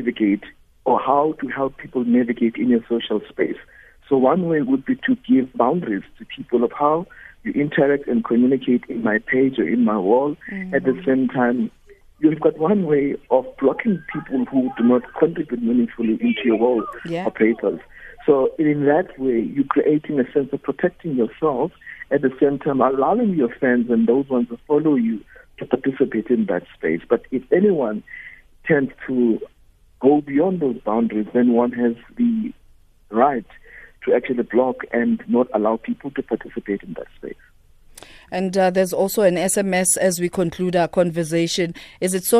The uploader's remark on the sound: GUEST (phone)